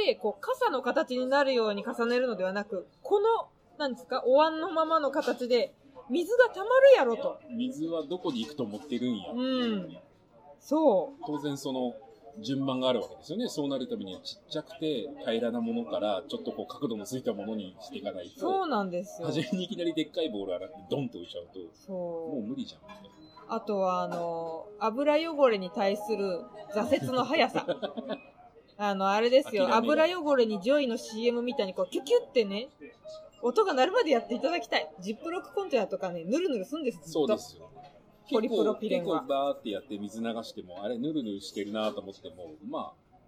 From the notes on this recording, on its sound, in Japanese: 喫茶店で収録したため、BGMがかなり入り込んでしまいました……がんばってノイズ除去にチャレンジしたのですが、聴きづらい箇所もあります。